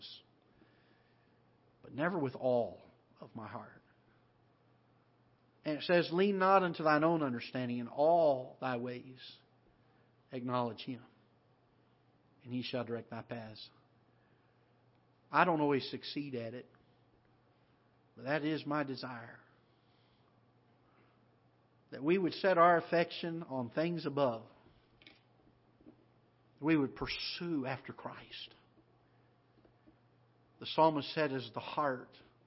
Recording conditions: large echoing room